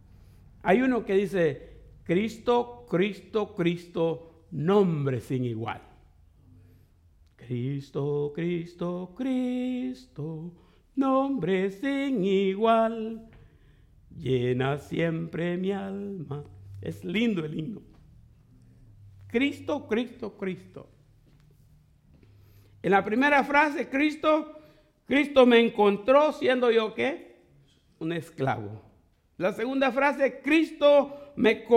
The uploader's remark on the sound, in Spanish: fue grabada en en vivo desde iglesia IBSA en Santa Ana California